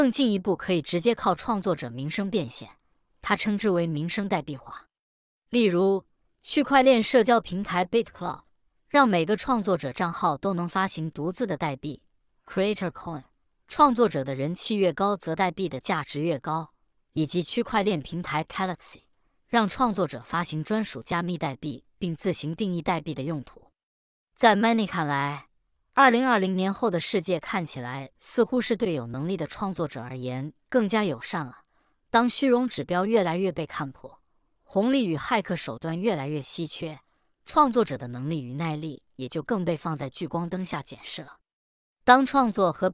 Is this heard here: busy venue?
no